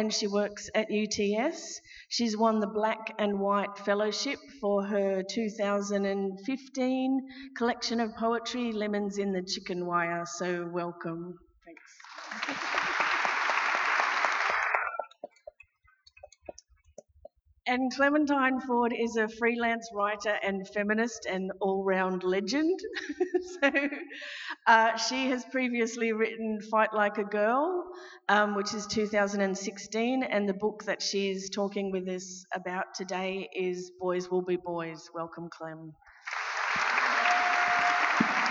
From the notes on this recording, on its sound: This session was recorded at the 2019 Newcastle Writers Festival.